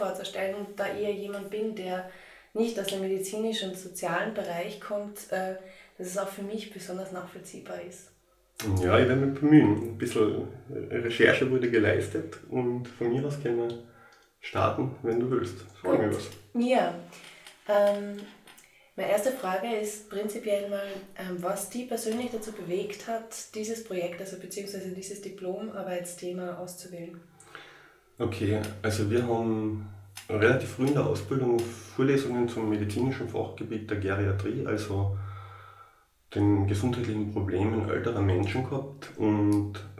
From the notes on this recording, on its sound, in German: Ungeplant und quasi frisch vom Siechenbett. Aufgrund meiner schweren Verkühlung und den damit verbundenen Aufnahmebedingungen, reduzierter Audioqualität. Man beachte die wummernde Waschmaschine im Hintergrund im letzten Drittel des Podcasts. Angesichts der widrigen Umstände ging’s wirklich nicht besser.